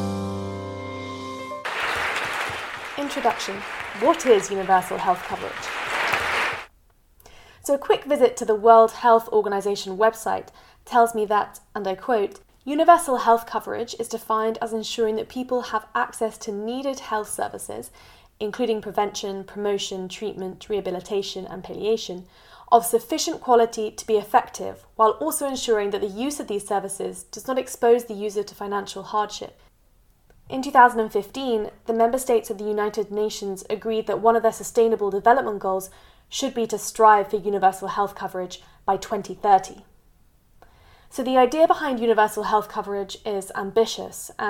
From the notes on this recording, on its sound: Recorded at the 4th Annual Rhodes Healthcare Forum